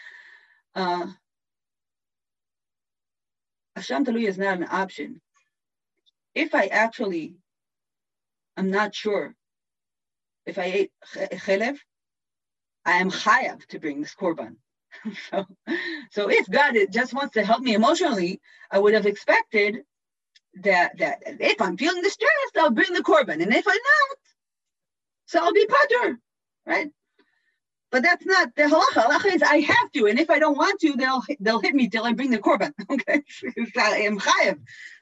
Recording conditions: video call